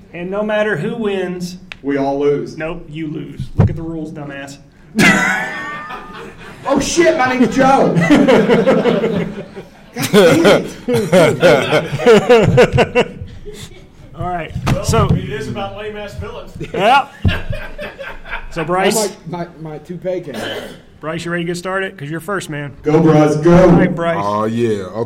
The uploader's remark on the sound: Live From Lexington Comic Con 2023